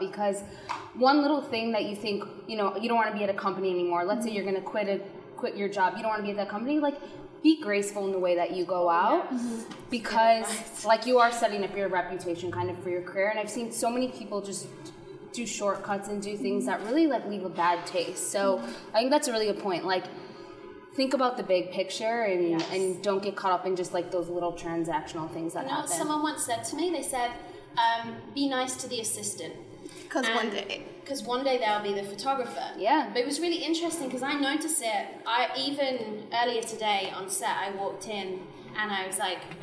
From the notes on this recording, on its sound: LIVE From The CF Clubhouse. Live in The CF Clubhouse in front of an audience of Style Gurus.